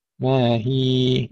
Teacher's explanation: ما هي نمدها حركتين